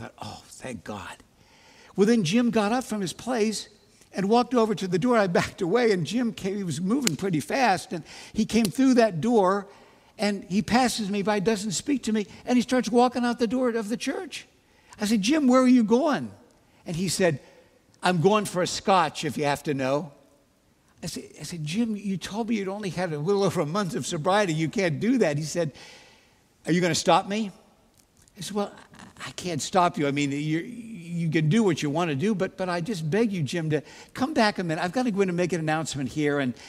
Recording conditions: large echoing room